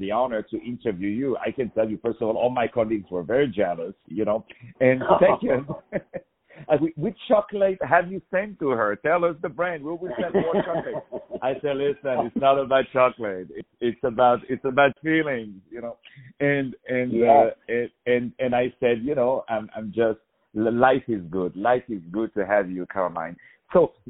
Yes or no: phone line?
yes